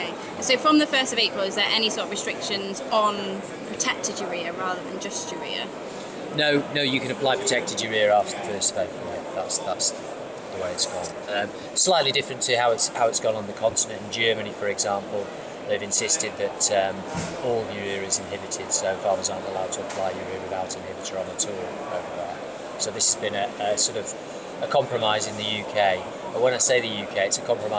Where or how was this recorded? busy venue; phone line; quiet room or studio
busy venue